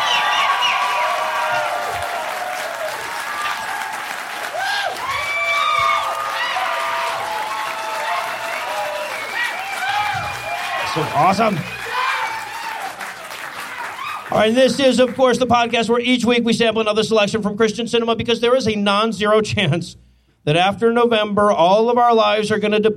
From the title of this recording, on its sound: LIVE from Los Angeles